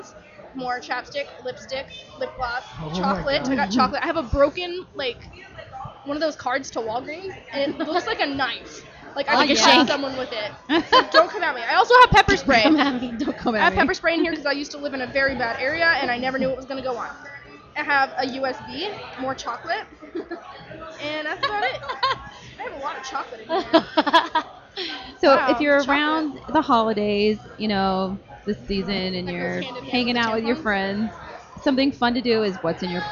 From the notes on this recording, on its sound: Live from the Microsoft Store in Scottsdale Fashion Square